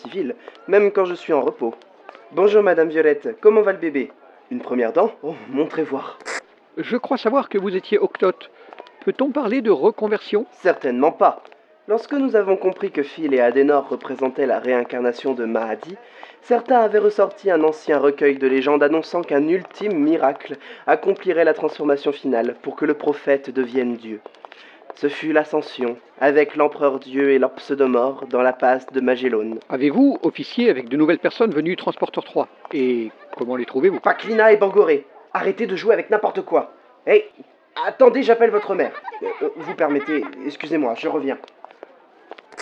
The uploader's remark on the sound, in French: Nous avons enregistré ce micro-trottoir en matinée